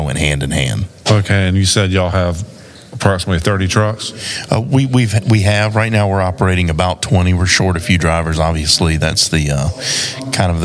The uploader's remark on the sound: Recorded LIVE at the 2022 South Carolina Trucking Association Annual Meeting